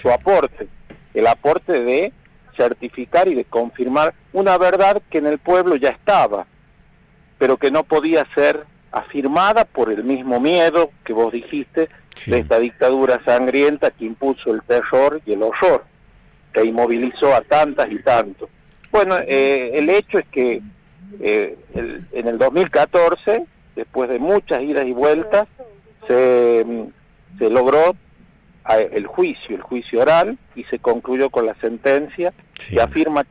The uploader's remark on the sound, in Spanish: dialogó este miércoles —vía telefónica— con el ciclo Actualidad Política, que se emite por Radio LV11.